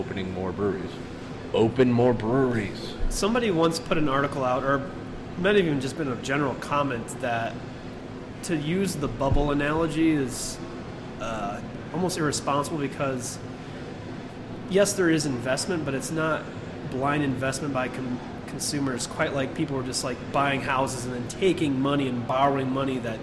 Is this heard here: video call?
no